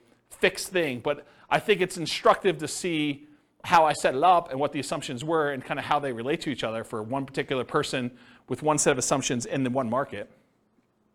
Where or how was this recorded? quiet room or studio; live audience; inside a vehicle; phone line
live audience